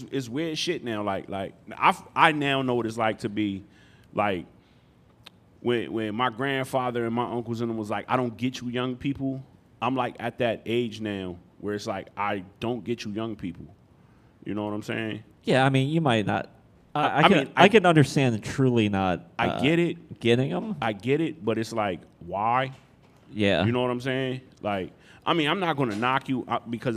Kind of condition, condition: setting, live audience